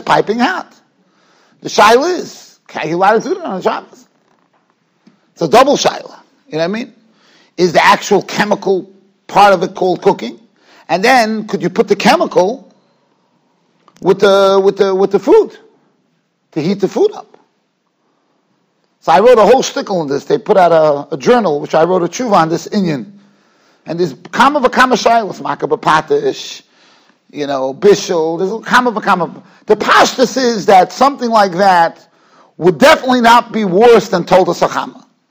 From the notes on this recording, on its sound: Shiur recorded in Yeshivas Ohr Reuven, Monsey, NY.